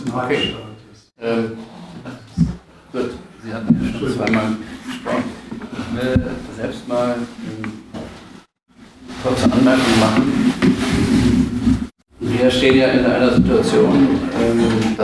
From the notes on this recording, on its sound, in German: Im Anschluss an ihrem Vortrag beantwortete sie Fragen aus dem Publikum zum Thema.